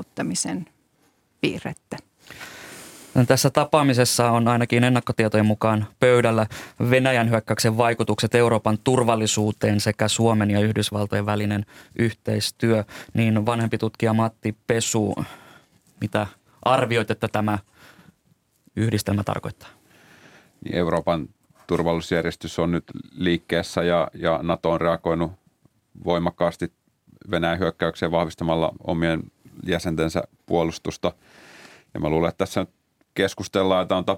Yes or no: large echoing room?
no